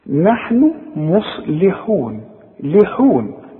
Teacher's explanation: اللام حاذر انها تطلع مكسورة ومرققة